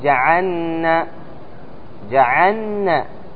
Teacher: بعضهم يقول جعلنا جعلنا، ينطق اللام نون، هذا خطأ